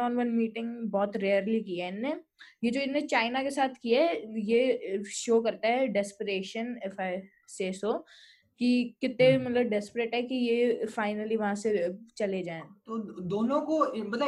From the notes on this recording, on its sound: Microphone: Fifine T669. Laptop: Apple MacBook Air 2017. Recorded on: Zoom. Edited in: iMovie, Anchor, Audacity, Levelator.